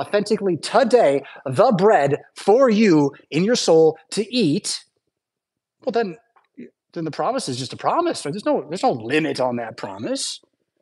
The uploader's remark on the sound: Preached at St Paul Lutheran Church , Rockford, Illinois on Sunday October 15th, 2023.